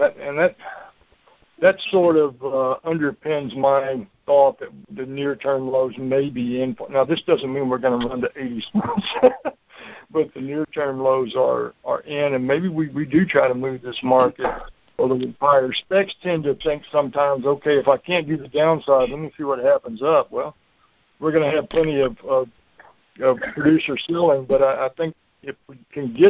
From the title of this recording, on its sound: Monthly Conference Call